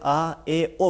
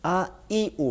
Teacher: हम हरकात अगर उर्दू ज़बान में पढ़ते हैं आ ए ओ पढ़ते हैं, लेकिन अरबी में आ ई ओ पढ़ा जाता है, ये हरकत खालिस आने चाहिए, चूँकि ये भी तलफ़ुज़ में